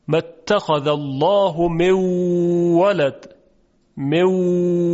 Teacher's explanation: یعنی وقتی واو رو میگیم یک غنه‌ای هم ایجاد بشه روی واو · Term: ادغام ناقص